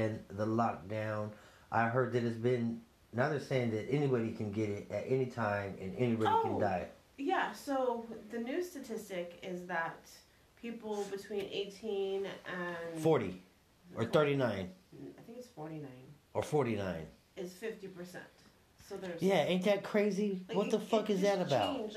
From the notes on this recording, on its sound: sorry about the technical difficulties